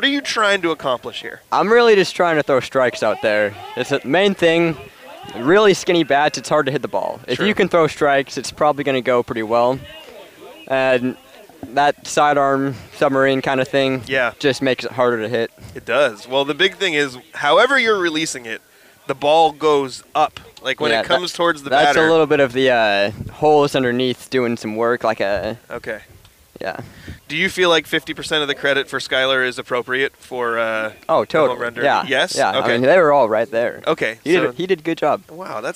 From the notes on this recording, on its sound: Recording Live at the Wiffle Ball Tourney. Set up a mobile recording studio at the 3rd Annual Young Life Wiffle Ball Tournament.